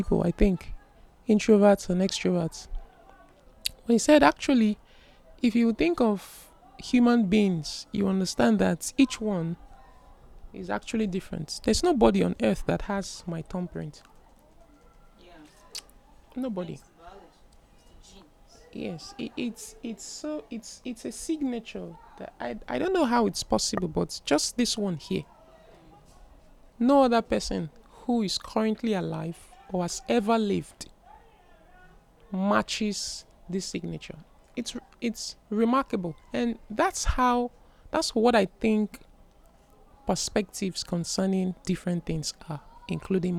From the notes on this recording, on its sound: I apologize for the background noise. I was in the ladies' room just to show them what I newly had discovered and then we started talking. I hit the record button and then this happened.